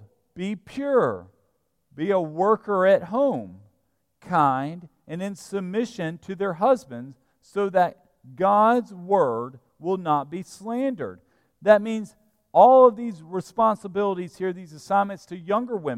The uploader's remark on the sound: At Broadway Baptist Church, Lexington, Kentucky.